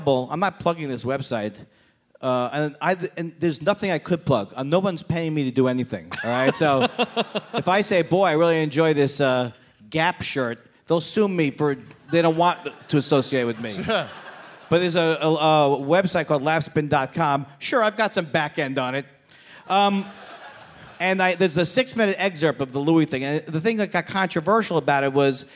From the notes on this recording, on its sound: the live show in Toronto at the JFL42 festival